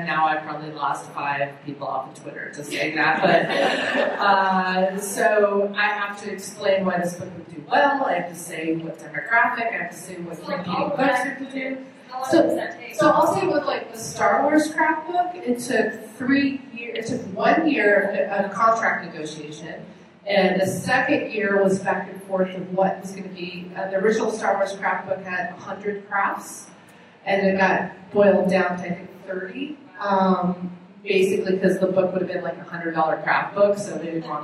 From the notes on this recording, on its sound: The Women in Geek Industry panel at Denver Comic Con 2015 was packed and the ladies were center stage!